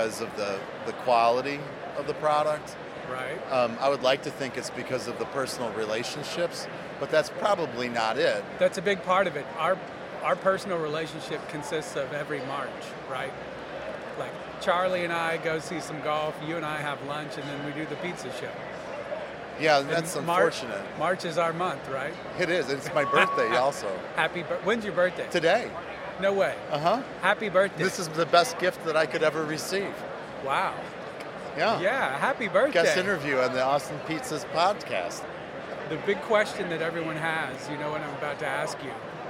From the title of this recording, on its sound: Scenes from an Italian Pizza Restaurant Convention in Vegas